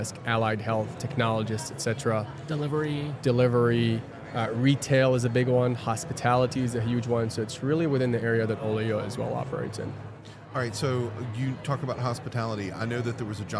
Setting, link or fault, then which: setting, busy venue